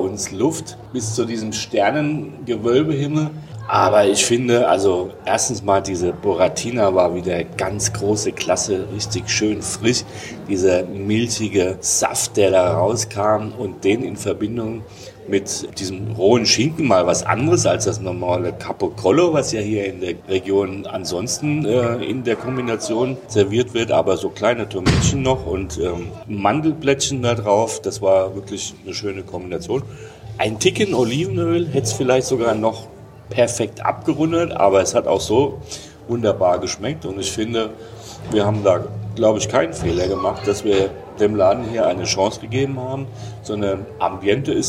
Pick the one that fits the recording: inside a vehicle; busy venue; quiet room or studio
busy venue